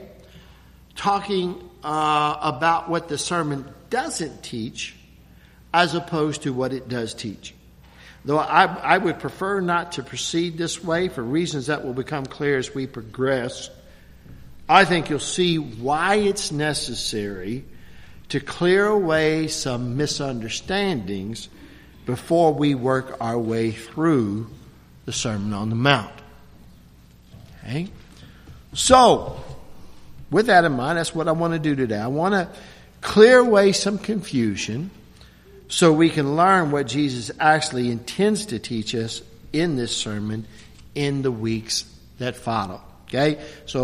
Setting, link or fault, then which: setting, large echoing room